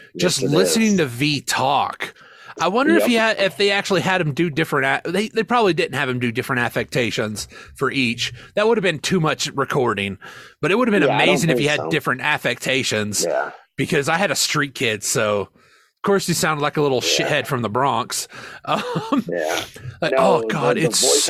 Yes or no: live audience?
no